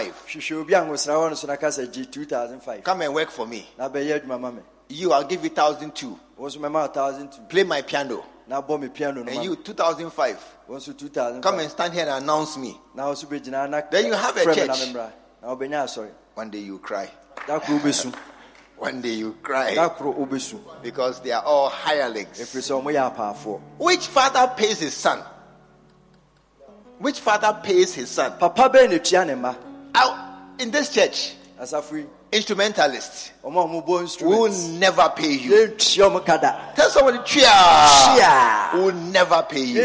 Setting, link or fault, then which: setting, live audience